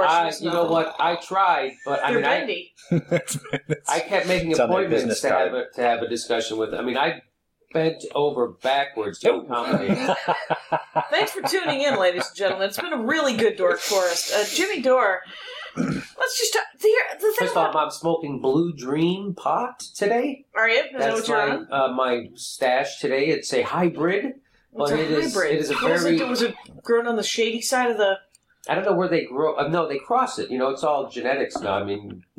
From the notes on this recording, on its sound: Sound note: I don't think the sound taped through the board, it came right out of the ZOOM. There is a lot of chewing going and my phone rang twice during the show and I weeded off for more coffee.